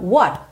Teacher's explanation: Letra T, consoante oclusiva, pode aparecer pouco, muito pouco, quase nada, nada